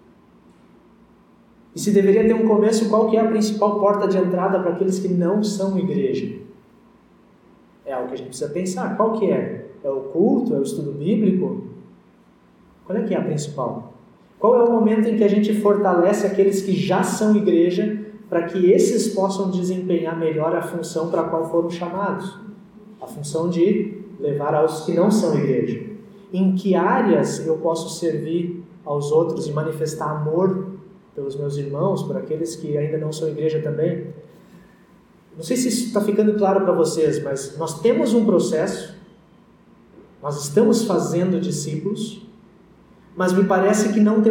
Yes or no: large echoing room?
yes